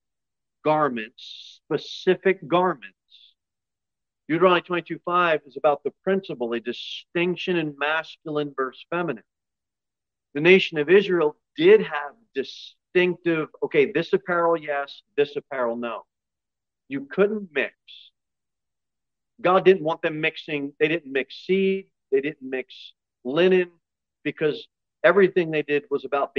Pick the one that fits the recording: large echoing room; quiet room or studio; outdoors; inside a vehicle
large echoing room